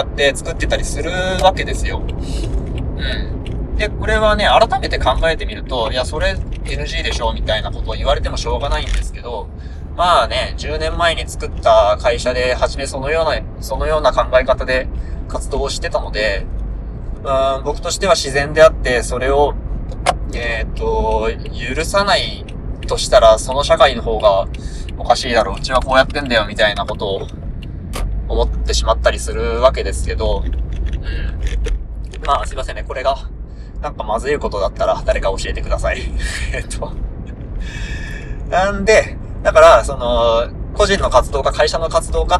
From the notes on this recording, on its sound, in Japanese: 高速道路走っておりますとでノイズがを決めかなぁと思いますお聞き苦しいと思いますがご容赦ください。高速道路っていうのもあっておっきめの滝した声で送りしております。